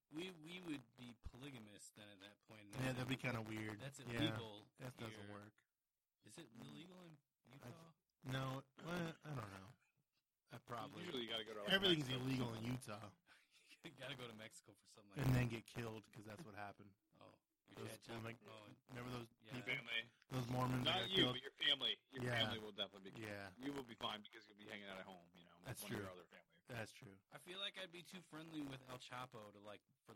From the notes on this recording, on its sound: Everything you can think of goes wrong from technical issues to audio issues. Sorry for the quality. For all we know Trump could have hacked our equipment.